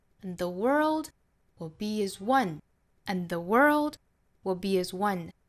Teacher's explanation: Will be as 这些词都是弱读的，包括前面的 and 和 the 这些词都做弱读。这句话的重读呢在 world 和 one 上。所以呢我们读起来是 And the world will be as one.